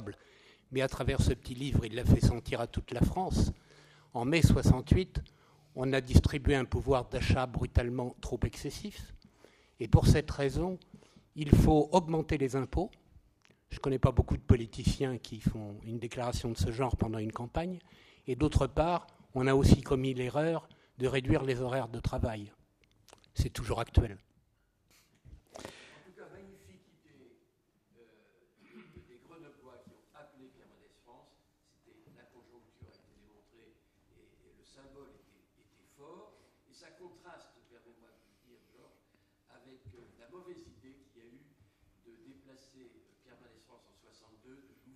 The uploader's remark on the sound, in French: Conférence à l'Assemblée nationale.